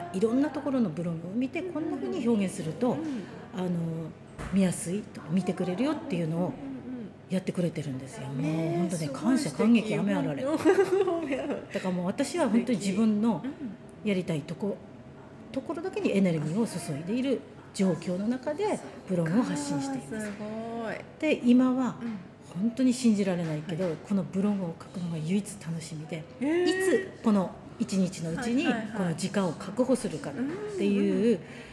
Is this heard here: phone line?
no